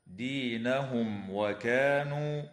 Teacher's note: شيء، نون مشددة يجب أن تغن بمقدار حركتين في كلمة إن، وتظهر الميم الساكنة عند الواو في قوله تعالى دينهم وكانوا